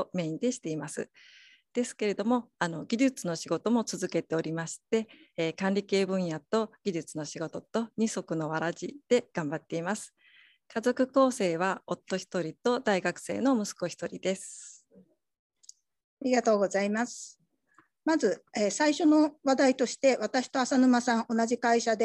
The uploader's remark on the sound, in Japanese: 収録場所： オンライン (Zoom)